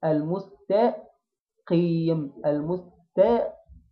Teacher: نجيب القاف مفخمة مكسورة من غير ما نضم الشفتين